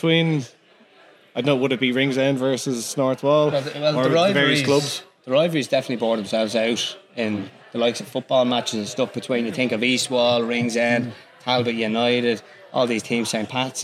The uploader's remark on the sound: Special live edition of the Publin Podcast. Recorded in front of an audience at Cleary’s Pub on Amiens Street.